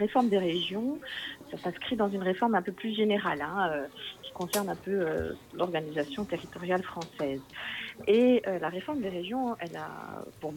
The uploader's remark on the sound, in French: Un entretien téléphonique